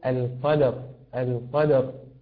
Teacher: راؤها مفخمة في حالة الوقف، وذلك لأن ما قبلها ساكن وقبل هذا الساكن مفتوح